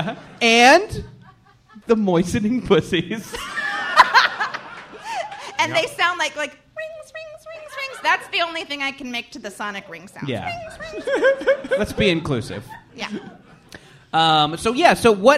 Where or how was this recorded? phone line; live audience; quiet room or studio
live audience